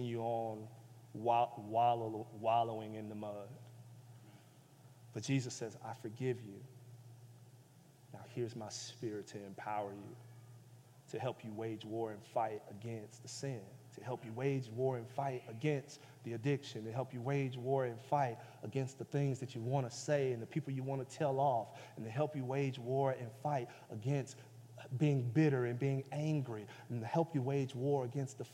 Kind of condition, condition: setting, large echoing room